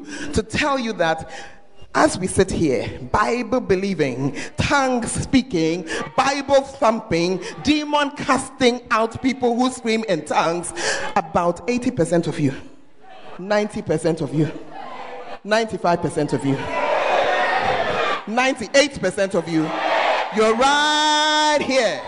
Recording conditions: large echoing room